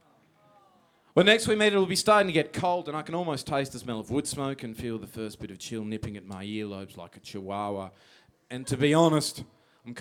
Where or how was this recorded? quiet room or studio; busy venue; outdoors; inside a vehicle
busy venue